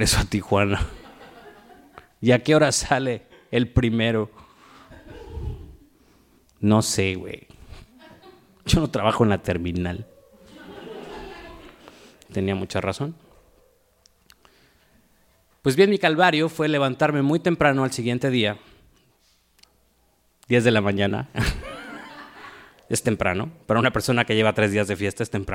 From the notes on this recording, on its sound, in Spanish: From the reactions of the audience to the storytellers as they moved through their narratives. Esta historia fue grabada en vivo en Huerto en Tijuana, Baja California el 27 de junio.